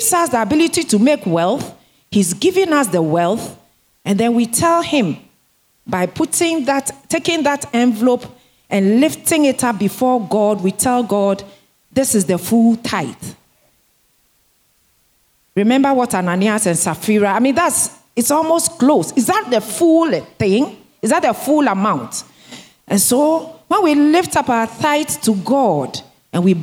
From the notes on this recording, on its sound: Sermon preached at CBC Shiashie Campus